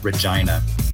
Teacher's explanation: So that E sound became an I sound, so we ended up with Regina. · Term: Great Vowel Shift